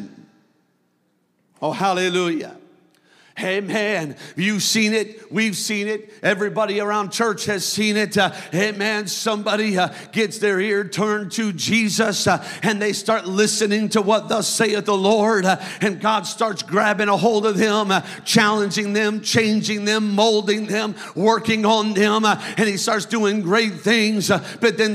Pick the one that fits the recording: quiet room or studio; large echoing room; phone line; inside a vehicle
large echoing room